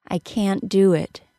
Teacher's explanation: Notice how difficult it is to hear the T sound of the word can't. I stop the air with my tongue as I normally would for a T sound, and I release it as the D sound of the word do.